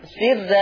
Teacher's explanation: اي راء مفتوحة قبلها كسر ورش يقول سرا يرققها